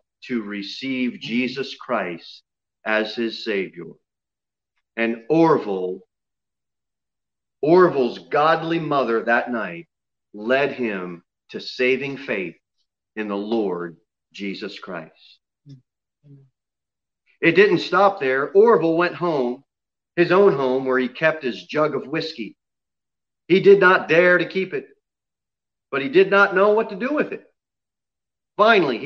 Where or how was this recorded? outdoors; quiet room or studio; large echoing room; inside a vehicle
large echoing room